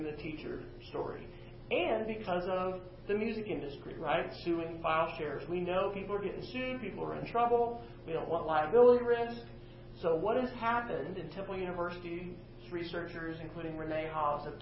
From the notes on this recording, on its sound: presentation for faculty and staff at Western Oklahoma State College